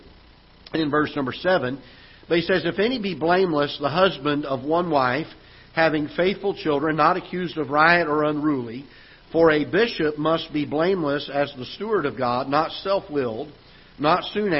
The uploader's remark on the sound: Ketha Heights Baptist Church ~ Live Broadcast